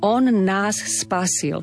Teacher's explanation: Musíme rešpektovať, že sú tu dve N, aby nebolo o nás, lebo to je iný zmysel.